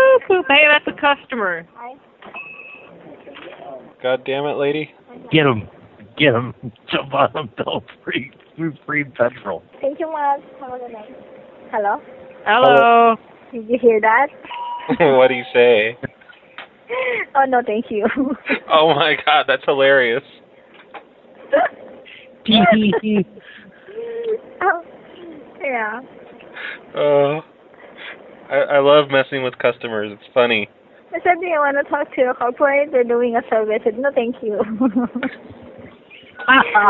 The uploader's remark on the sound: Prank Phone Calls Collection. Convenience store survey - really amused employee. From archive.org.